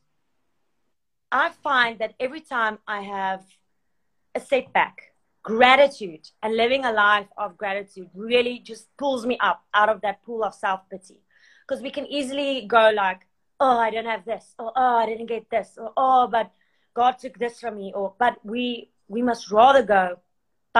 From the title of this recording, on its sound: IG Live